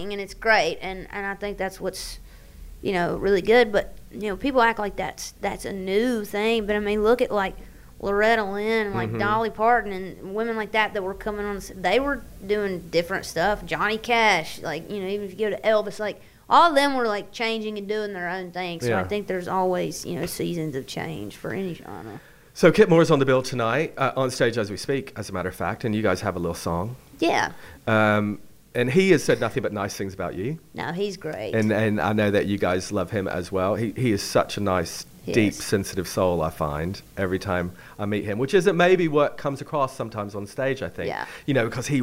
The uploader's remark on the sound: backstage at the Highways Festival at The Royal Albert Hall